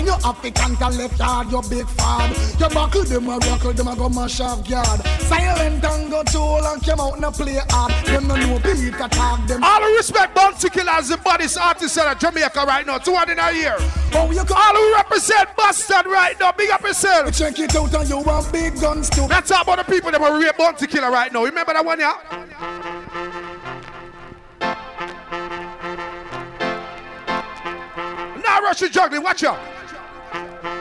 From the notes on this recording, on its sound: LIVE AT ISLAND SATURDAYS. Live Audio from Island Saturdays featuring 100% Dancehall, Reggae, Soca and Afrobeats.